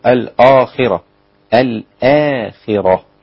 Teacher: الهمزة طبعا رقيقة والخاء بعدها في أدنى مراتب التفخيم